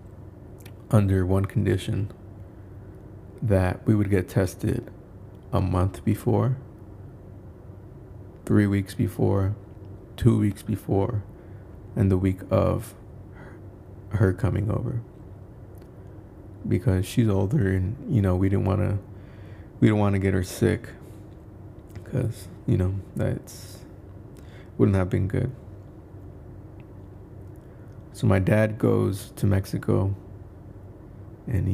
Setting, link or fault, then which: fault, background noise